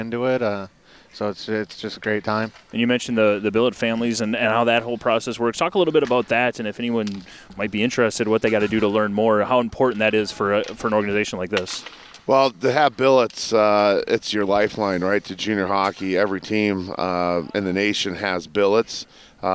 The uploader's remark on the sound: The show is recorded every Wednesday at 5:30pm LIVE from The Keg and Patio in Wisconsin Dells next to their beautiful new ice skating rink.